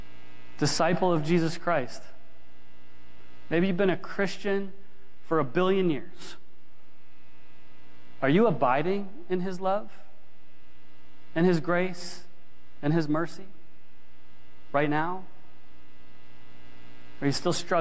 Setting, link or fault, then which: setting, large echoing room